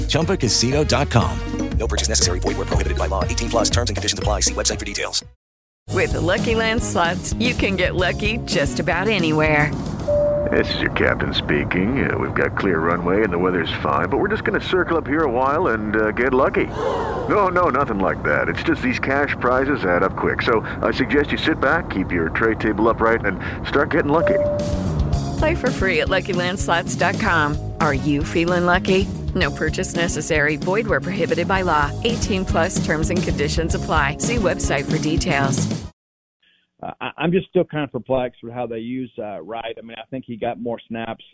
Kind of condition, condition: link, phone line